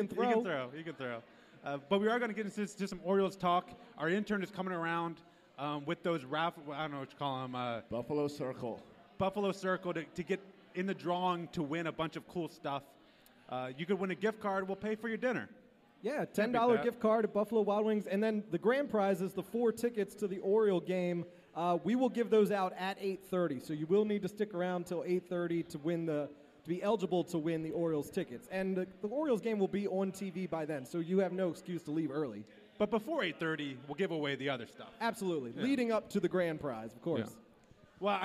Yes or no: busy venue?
yes